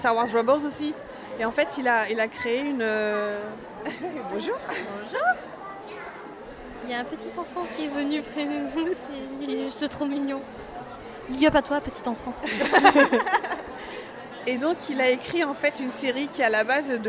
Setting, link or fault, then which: setting, busy venue